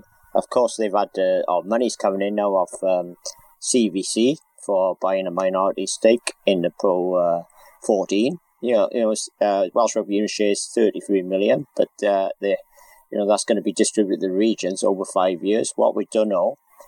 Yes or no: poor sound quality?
yes